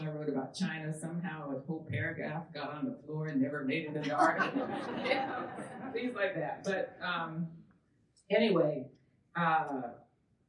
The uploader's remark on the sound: A panel recorded live at the fiftieth anniversary celebration of Southern Exposure magazine, held in March at the University of North Carolina Chapel Hill’s Wilson Library.